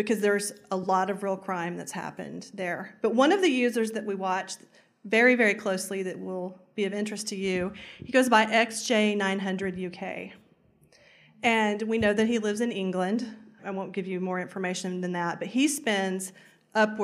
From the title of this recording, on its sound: CrimeCon UK Live Session